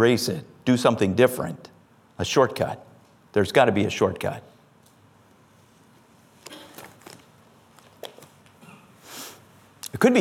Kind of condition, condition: setting, large echoing room